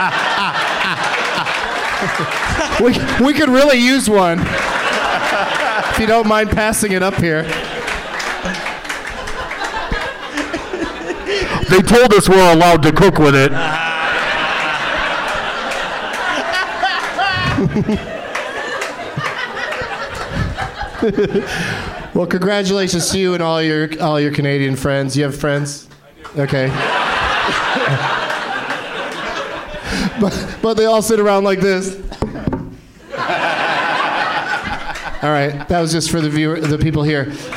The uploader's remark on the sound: Live from the Helium Comedy Club in Philadelphia